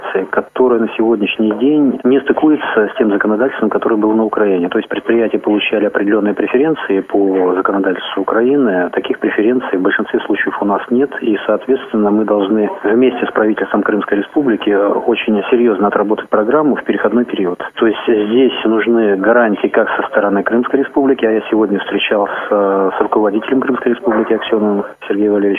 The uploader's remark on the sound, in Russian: В Симферополе состоялась учредительная конференция Крымской республиканской организации Всероссийского общества слепых. С места событий на наши вопросы ответил по телефону.